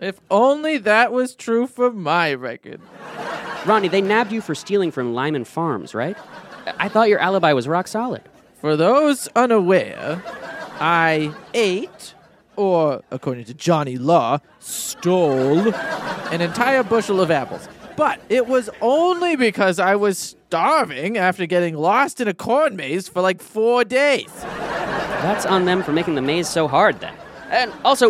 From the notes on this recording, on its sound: Recorded at Improv Asylum in Boston Massachusetts.